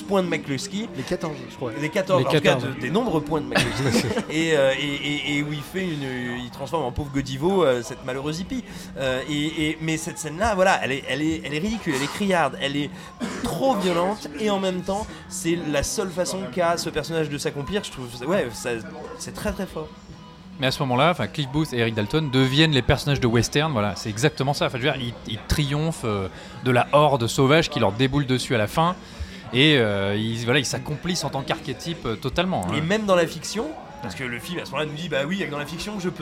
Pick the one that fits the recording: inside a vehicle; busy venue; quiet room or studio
busy venue